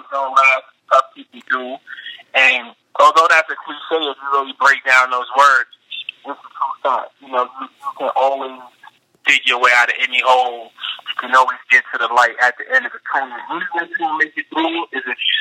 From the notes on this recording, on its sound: called into the show